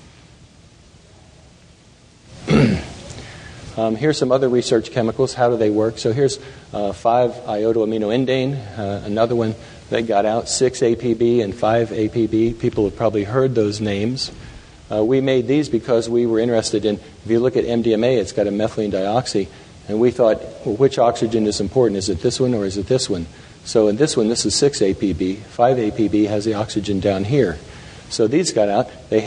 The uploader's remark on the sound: Taken from the Psychedelic Science '13 conference